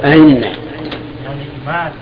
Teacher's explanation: التسهيل أن لا تنطق بالهمزة الثانية محققة، لا تنطقها صريحة، فتقول أين.